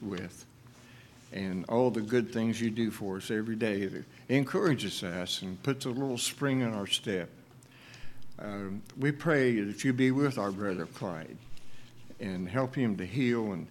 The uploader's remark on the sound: LIVE Services at Sunshine